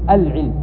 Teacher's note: لاحظوا أنا قلت العلم، ما تنطق الهمزة · Term: همزة وصل